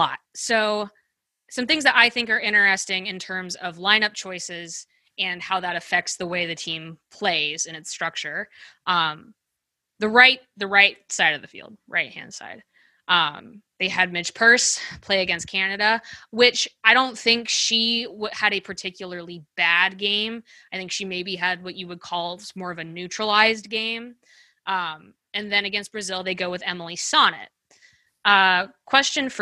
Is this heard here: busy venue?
no